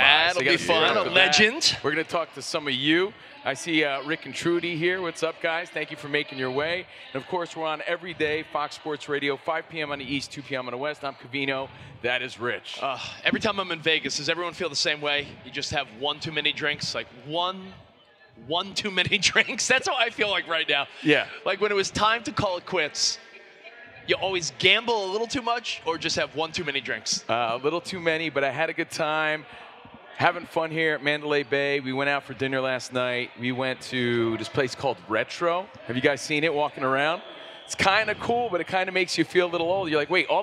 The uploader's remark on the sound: live again from NBA-CON in Vegas